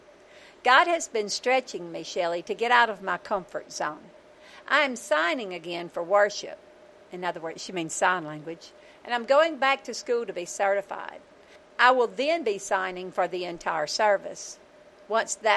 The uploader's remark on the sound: I went LIVE on Youtube from the back porch to capture the video and the audio for the podcast.